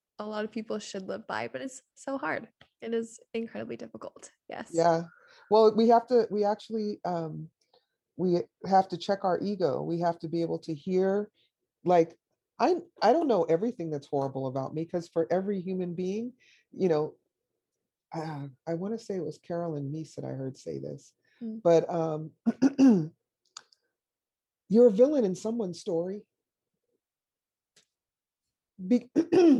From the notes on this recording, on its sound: it was over Zoom